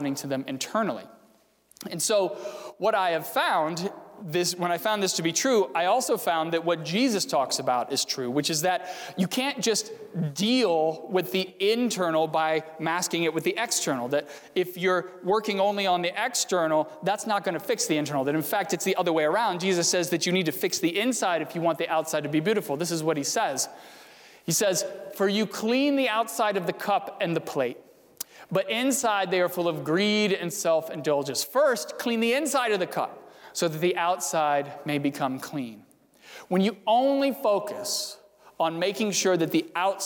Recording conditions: large echoing room